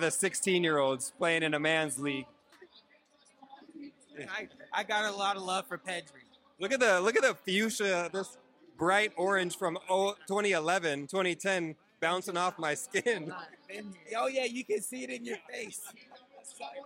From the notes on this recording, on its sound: Live From Camp Nou! This week we are coming live from Camp Nou in Barcelona! We're here watching Barcelona take on Osasuna.